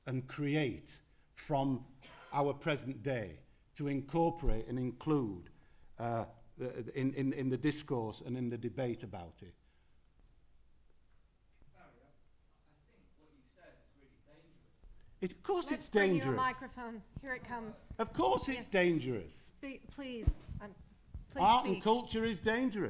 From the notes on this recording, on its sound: The question and answer session from the panel discussion 'A National Narrative?'.